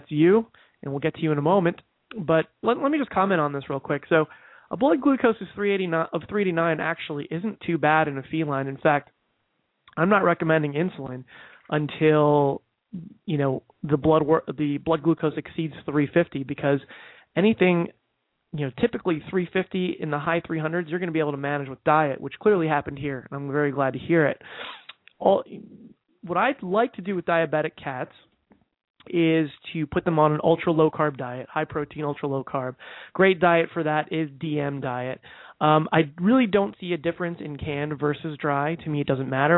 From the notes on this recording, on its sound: takes live calls